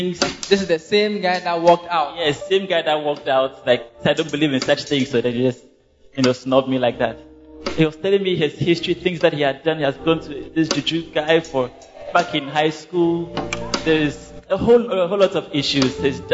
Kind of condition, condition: setting, large echoing room